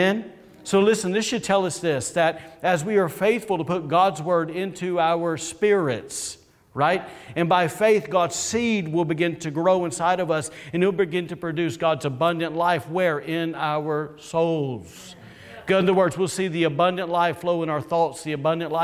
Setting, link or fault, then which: setting, large echoing room